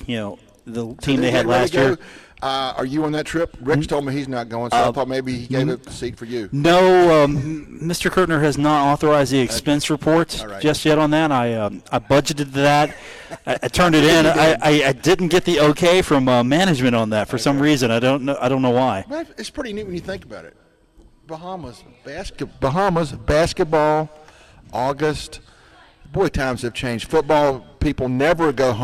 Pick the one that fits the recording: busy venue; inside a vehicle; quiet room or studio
busy venue